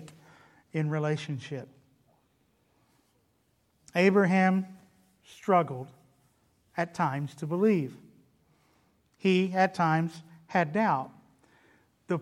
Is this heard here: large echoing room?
yes